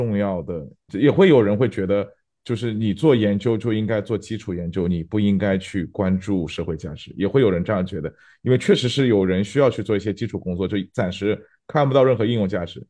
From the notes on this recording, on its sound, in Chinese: 本期为线上录制，小部分音质受损，还请见谅！